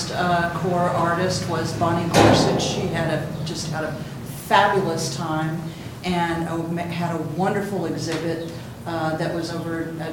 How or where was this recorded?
live audience